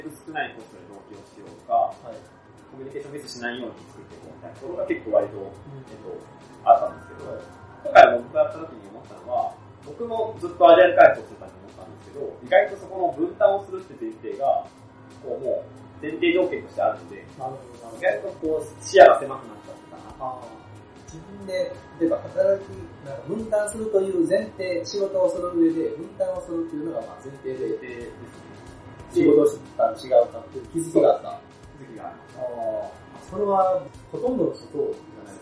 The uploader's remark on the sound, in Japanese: 今回も音質が悪めです。